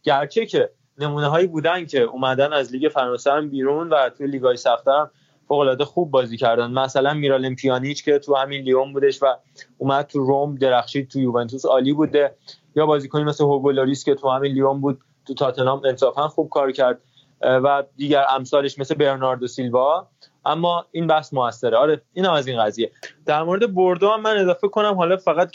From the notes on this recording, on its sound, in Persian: پیشاپیش عذر ما رو بابت اسکایپی بودن و کیفیت کمتر صدا نسبت به اپیزود های اصلی بپذیرید.